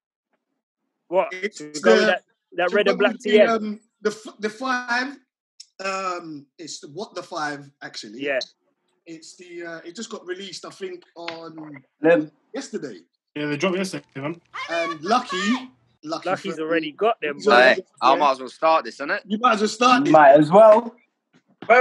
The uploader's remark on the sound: recorded this weeks podcast via a zoom call